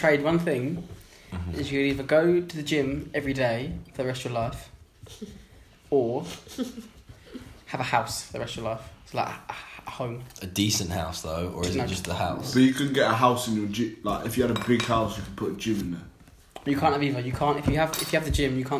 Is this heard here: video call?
no